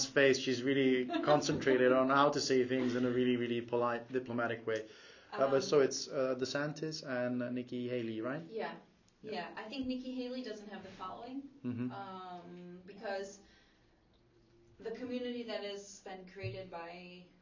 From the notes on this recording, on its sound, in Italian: E' in lingua inglese & purtroppo la qualita' audio non e' delle migliori per un problema tecnico riscontrato sul mic (sorry!).